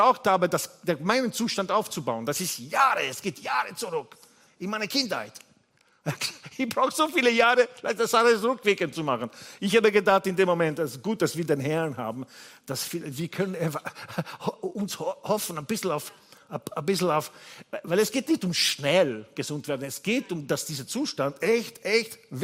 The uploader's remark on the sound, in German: Gottesdienst live aus der LIFE Church Wien.